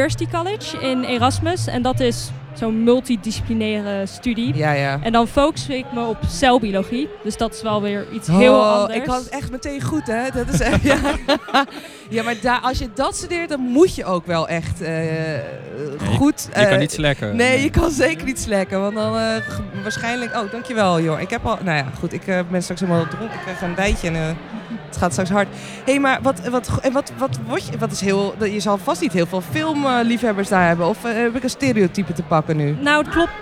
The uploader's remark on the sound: Recorded live at the International Film Festival Rotterdam